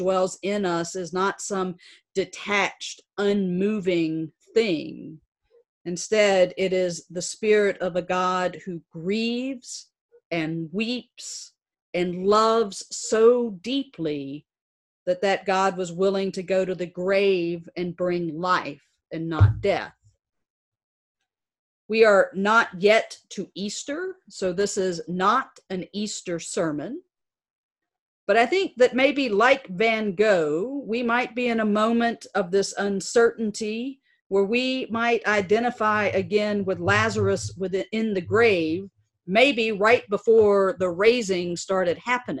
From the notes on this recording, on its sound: Presented on Trinity Commons Zoom Evening Prayer Worship during this season of physical distancing.